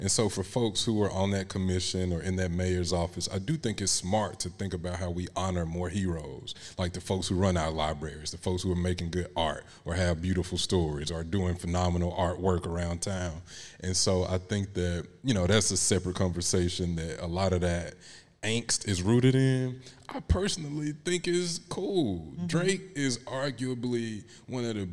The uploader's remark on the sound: Recorded live at Cossitt Library.